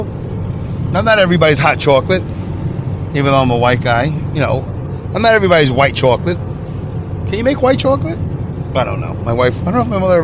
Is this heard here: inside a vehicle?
yes